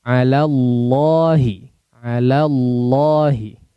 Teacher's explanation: Baik, maksud saya yang mau ditekankan adalah wadzalika ala alallahi ya, ala la tipis, jangan sampai alallah ya